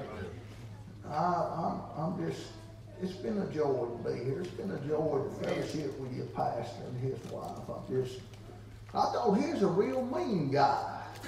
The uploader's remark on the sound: Wednesday Evening service at Calvary Baptist. February Revival.